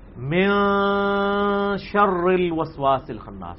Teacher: آگے ہے من شر الوسواس الخناس، ہم تو ویسے ہی پڑھ دیں گے نا، لیکن قرات کے اصول میں اسے من نہیں پڑھیں گے، من شر الوسواس الخناس. یہ نون واضح نہیں ہوگا، چھپا کے، اخفاء کہتے ہیں خفی کر کے پڑھنے کو، کیونکہ اس کے بعد شین آ گیا